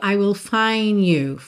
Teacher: quase que o D some. A gente ouve meio I will find you, tá?